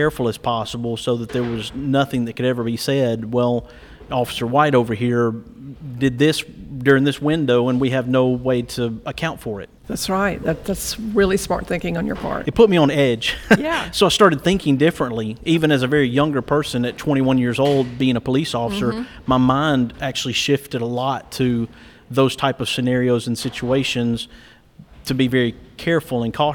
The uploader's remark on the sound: we will be coming to you from the 2nd Annual Limestone Child Advocacy Center Conference